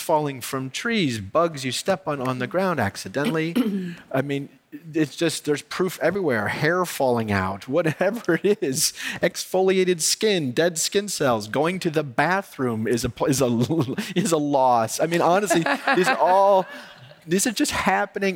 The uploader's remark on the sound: On stage at In goop Health. He brought his dog, Maysie, which you’ll hear them talking about.